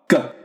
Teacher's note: a dry k sound, not aspirated k